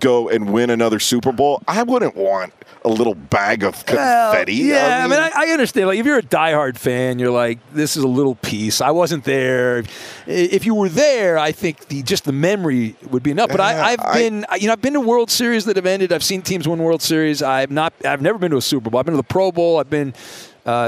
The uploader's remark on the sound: "live on tape" from Radio Row!